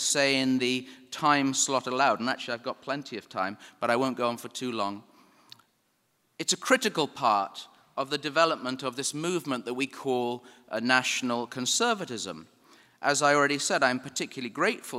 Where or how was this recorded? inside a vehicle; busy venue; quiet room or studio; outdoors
busy venue